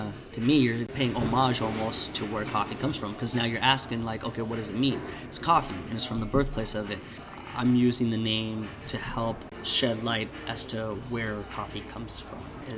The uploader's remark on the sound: I found myself at a very special coffee shop in Renton, WA called Boon Boona.